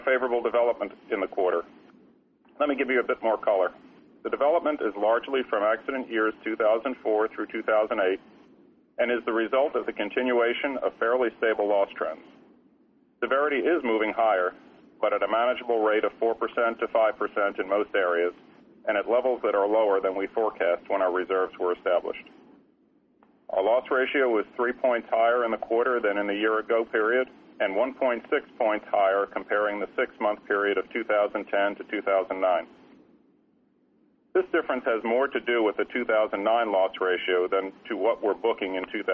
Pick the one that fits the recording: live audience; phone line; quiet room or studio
phone line